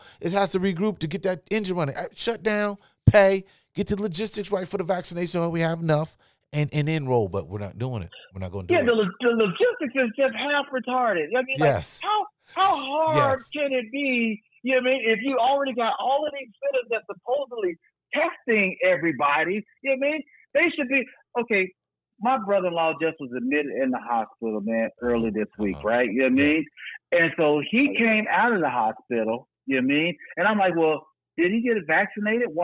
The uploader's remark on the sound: called into the show for this episode.